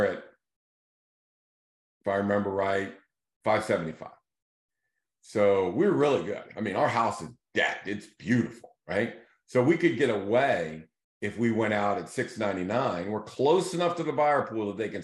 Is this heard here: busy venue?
no